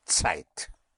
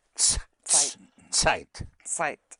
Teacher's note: E-I-T, Zeit. The Z always has the sound of a T-S